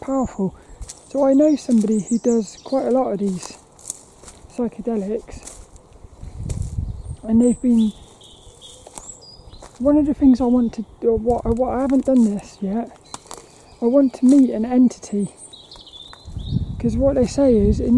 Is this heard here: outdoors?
yes